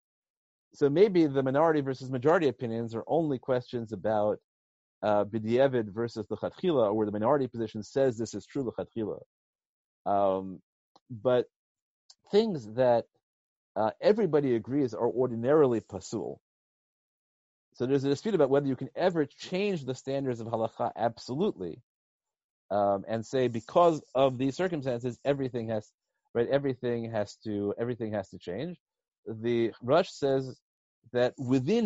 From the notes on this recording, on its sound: Given recently as a ZOOM video conference.